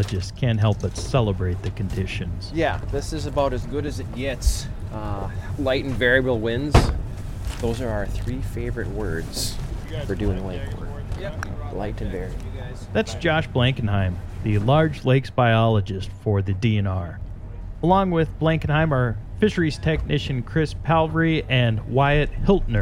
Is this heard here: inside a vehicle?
yes